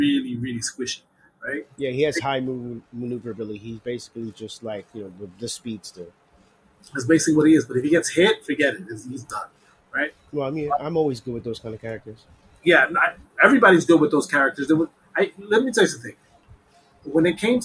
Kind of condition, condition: fault, poor sound quality